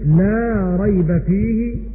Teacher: وقرأ باقي القراء بالمد الطبيعي 2 حركات